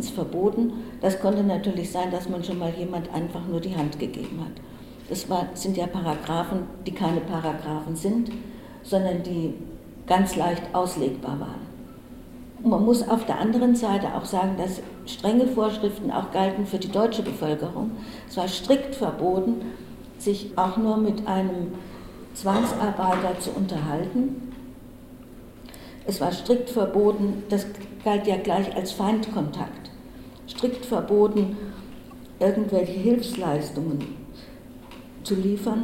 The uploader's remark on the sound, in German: Mitschnitt der Veranstaltung von Kulturhorizonte e.V. In der Musikschule Klassika e.V.